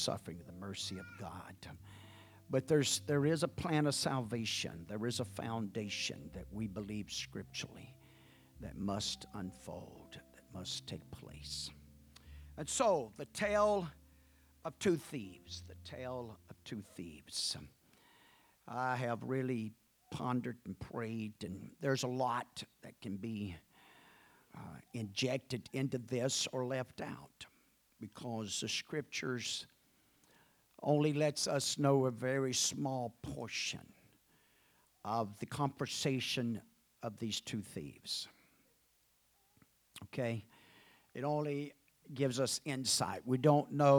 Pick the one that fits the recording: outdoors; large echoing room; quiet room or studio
large echoing room